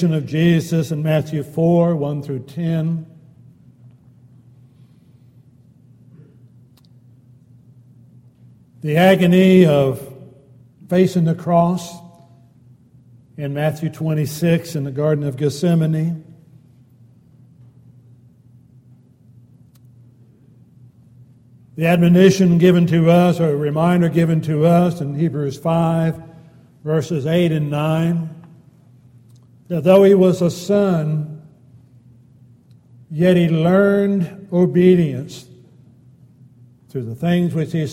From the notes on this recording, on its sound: Downtown Church Of Christ Audio Sermon